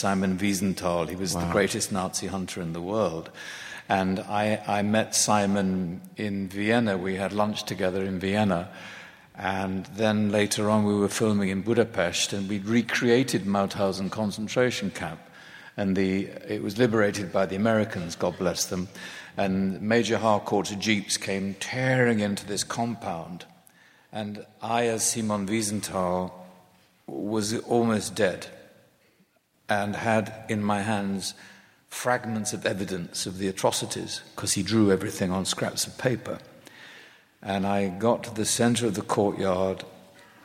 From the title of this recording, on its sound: Live from SDCC